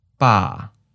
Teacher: Third tone, mid falling.